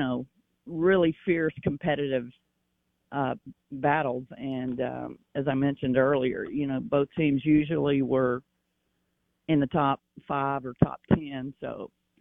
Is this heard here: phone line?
yes